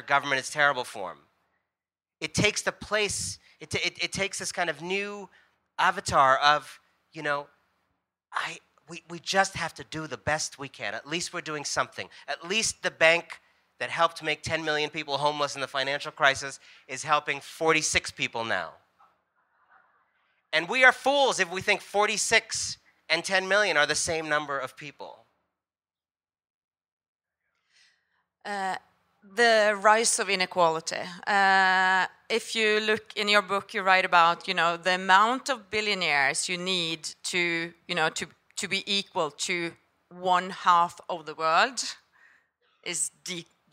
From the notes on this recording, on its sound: A live session from #JaipurLitFest2020.